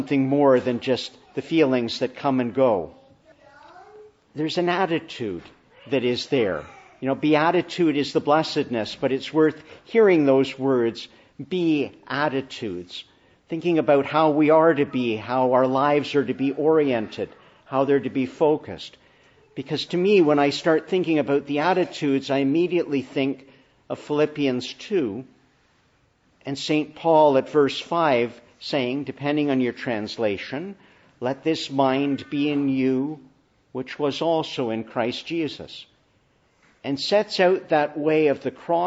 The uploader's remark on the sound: Morning Service. Preached in the Annunciation of the Blessed Virgon Mary, Ottawa.